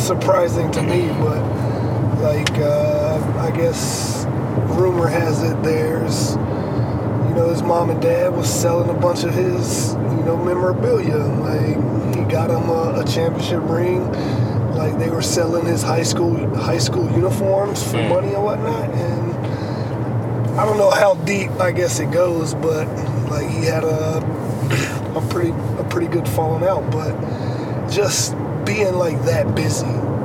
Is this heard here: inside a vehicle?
yes